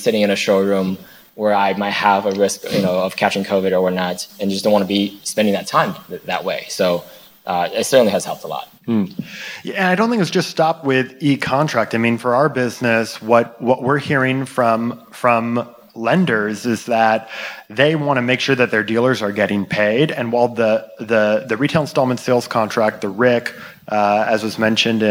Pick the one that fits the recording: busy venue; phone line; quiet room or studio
busy venue